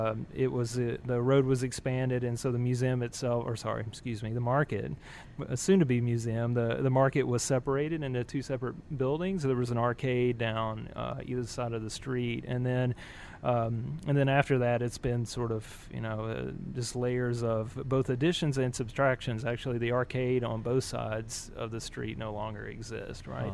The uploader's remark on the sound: We recorded this episode of Midnight Menu 1 in the currently closed Grille by The Hill restaurant next to Monkey Hill bar on Magazine Street.